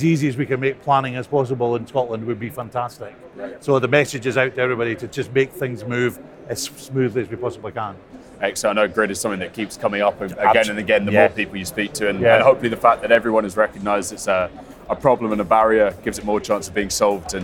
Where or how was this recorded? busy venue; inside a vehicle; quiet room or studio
busy venue